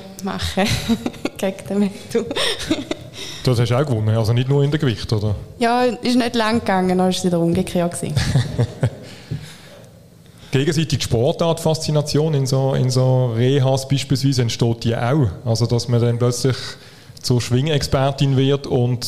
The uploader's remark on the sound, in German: Beim ersten Podcast-Live-Event in Solothurn.